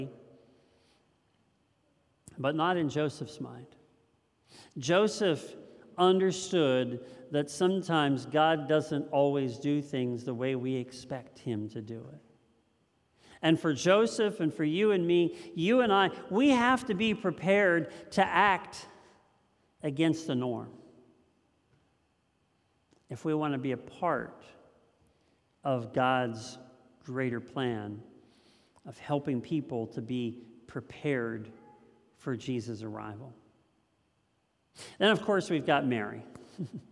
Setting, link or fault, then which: setting, large echoing room